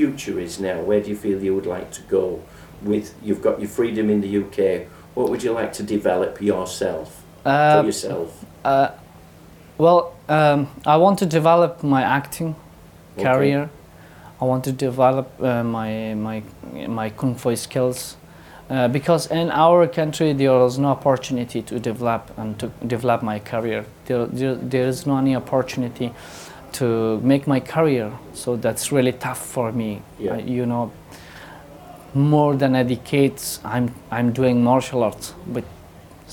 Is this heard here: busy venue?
yes